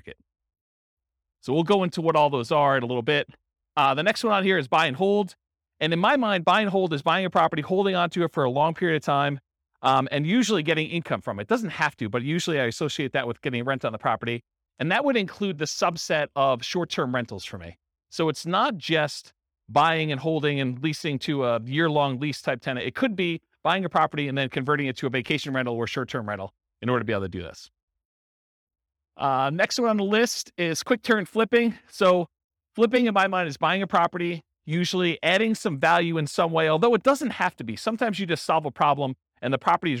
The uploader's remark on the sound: This was a live class recorded. Casper, Wyoming.